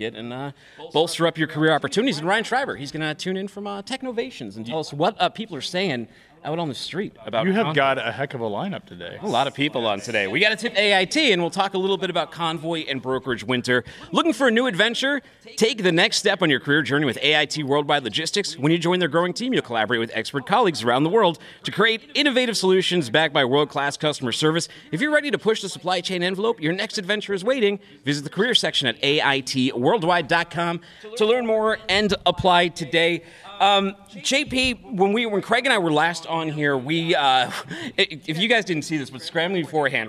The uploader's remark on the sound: joins us from TIA’s Technovations conference to share the vibe from the floor